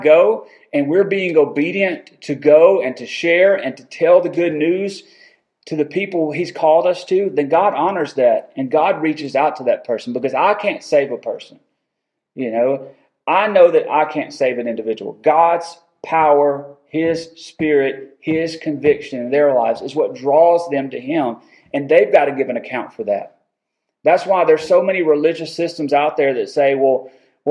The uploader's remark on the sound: Recorded October 19, 2022 at Friendship Baptist Church.